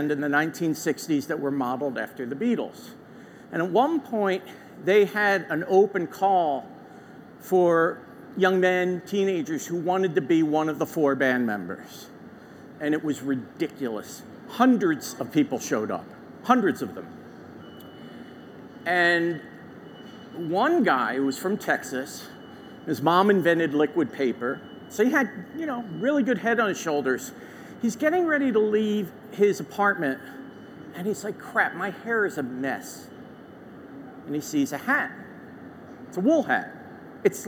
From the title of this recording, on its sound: LIVE FROM MONEY 20/20